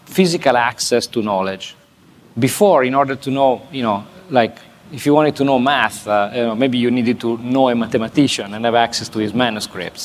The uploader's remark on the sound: This interview was recorded at Fintech Nexus USA in New York City on May 10. This interview was recorded at Fintech Nexus USA in New York City on May 10.